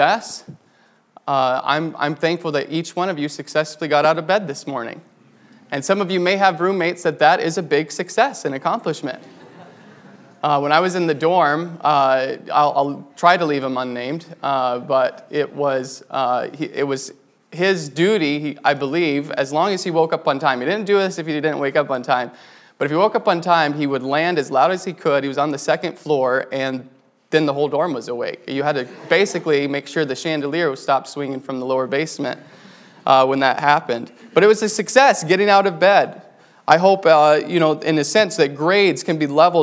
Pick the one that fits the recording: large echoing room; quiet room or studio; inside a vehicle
large echoing room